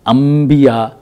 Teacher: آپ بالکل اس نون کو نون نہیں پڑھیں گے بلکہ اس کو، اس کی آواز کو میم میں بدل دیں گے